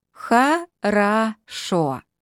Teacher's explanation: All three vowels there are the letter О, by the way, but only the final one is stressed. This reduces the others to more of an sound.